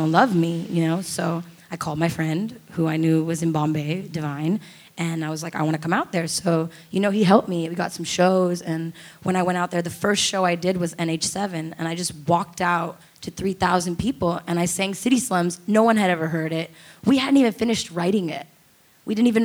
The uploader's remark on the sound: put together a live buttery experience with their friends and family